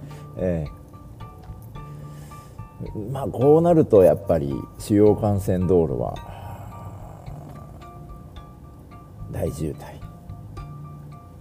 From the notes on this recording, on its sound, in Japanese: 大雪の中の通勤ドライブ収録